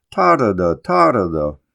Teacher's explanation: Longfellow primarily uses a falling 3-syllable foot with the stress on the first syllable